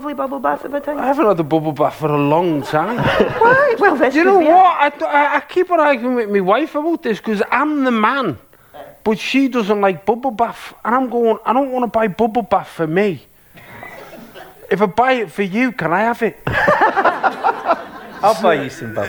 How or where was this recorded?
live audience